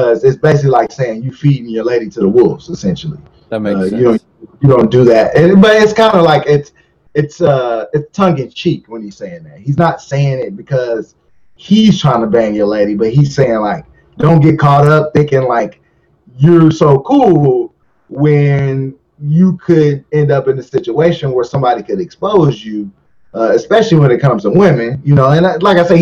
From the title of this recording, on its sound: Low Fi Audio